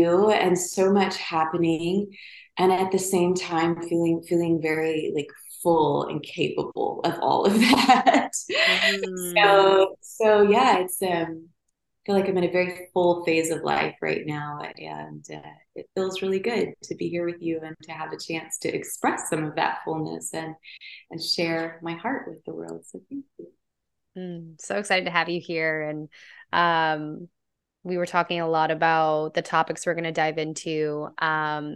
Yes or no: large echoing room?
no